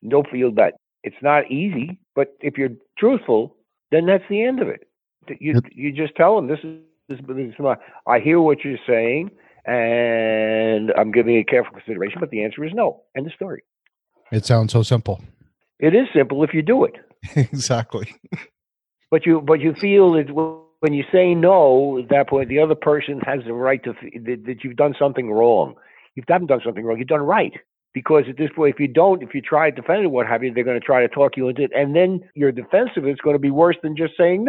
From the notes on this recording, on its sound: We have a regular phone call